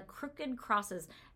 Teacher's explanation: it's kind of a spiky word with those stops, with the K sound